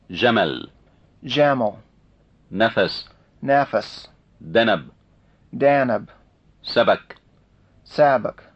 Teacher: Arabic A versus American pronunciation of the same words. Note the difference in the length of the first vowel.